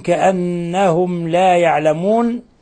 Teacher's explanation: ميم ساكنة جاء بعدها حرف اللام الحكم التجويدي إظهار شفوي